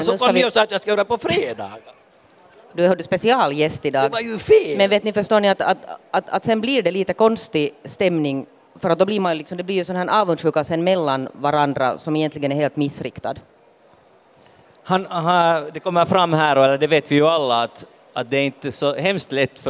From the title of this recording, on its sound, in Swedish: Podden Live från Bokmässan.